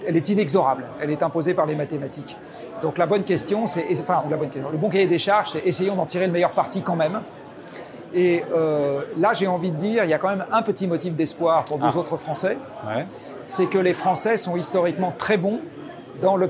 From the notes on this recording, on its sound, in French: enregistrée lors de la REF du Medef le 28 août 2023 à l'Hippodrome de Longchamp